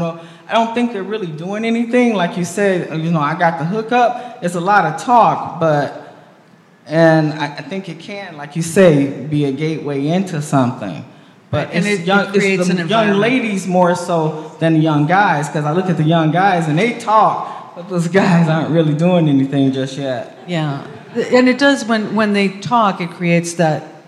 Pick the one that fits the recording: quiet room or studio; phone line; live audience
live audience